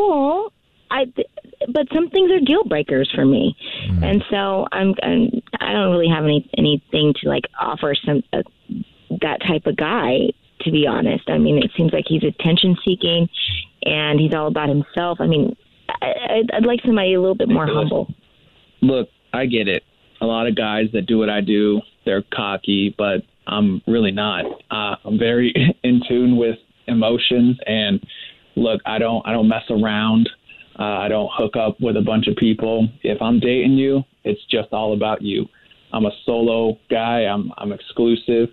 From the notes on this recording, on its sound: A Phone Prank.